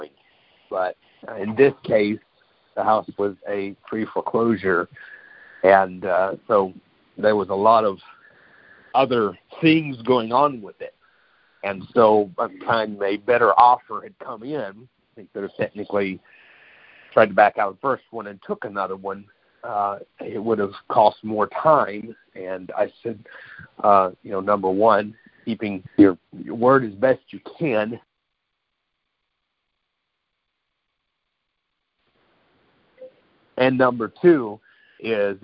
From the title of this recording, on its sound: Gold Club Q&A Call